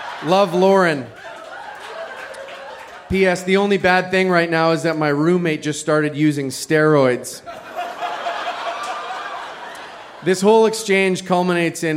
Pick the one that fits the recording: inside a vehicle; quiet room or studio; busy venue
busy venue